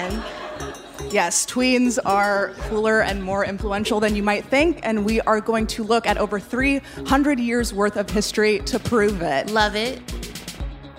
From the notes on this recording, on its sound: In our very first LIVE show